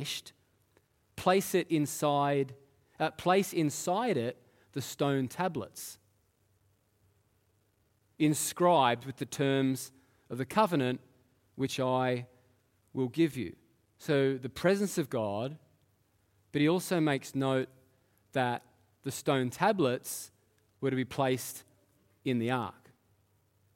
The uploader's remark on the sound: Live at Echo Church Melbourne